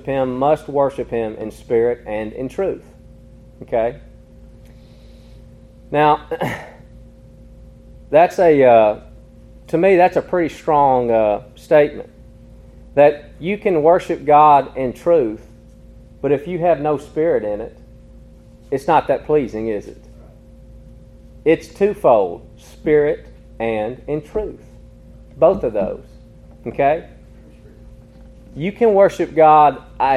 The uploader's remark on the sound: Recorded in an afternoon service at Harmony PBC